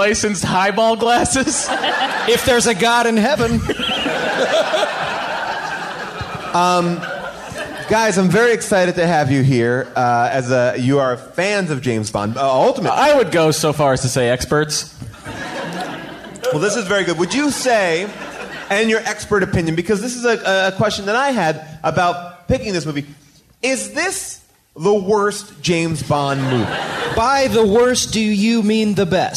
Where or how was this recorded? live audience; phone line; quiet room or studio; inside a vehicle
live audience